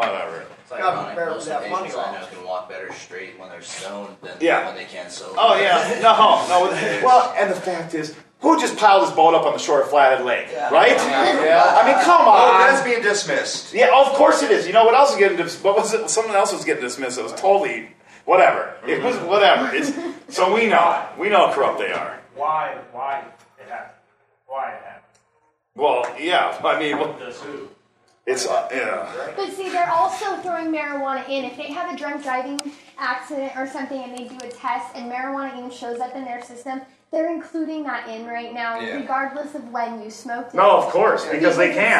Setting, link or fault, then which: setting, busy venue